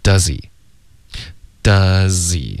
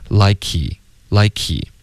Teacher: 这个 z 直接连到 he 的 e，H 的音就消失了